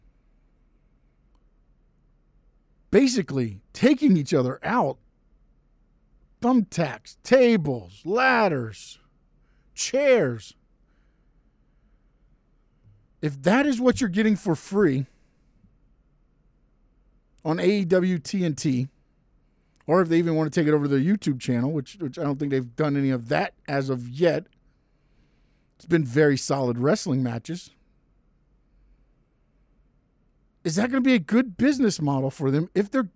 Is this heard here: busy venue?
no